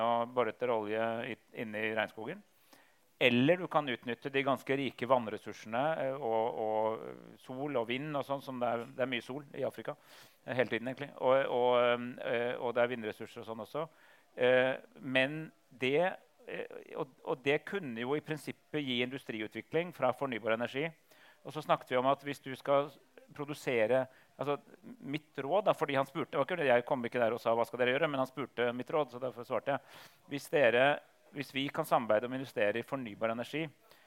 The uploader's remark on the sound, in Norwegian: Dette er andre episode i Tullete Alvor X YATA sin egen live-podcastserie!